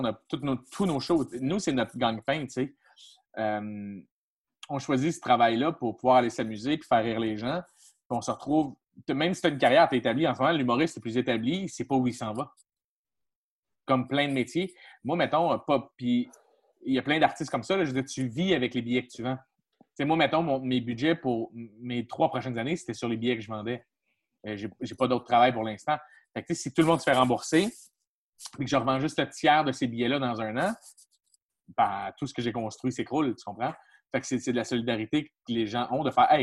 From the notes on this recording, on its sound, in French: La classe a eu lieue sur Zoom, en vidéoconférence.